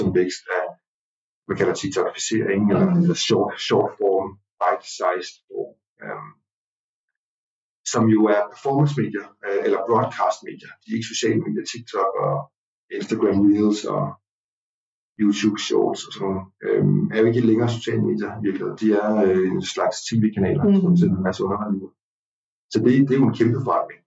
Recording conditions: poor sound quality